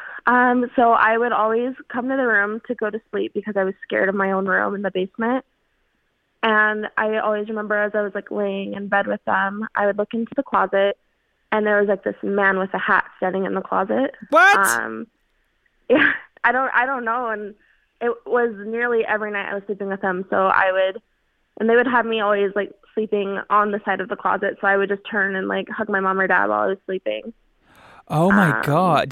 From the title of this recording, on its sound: Listener Phone Call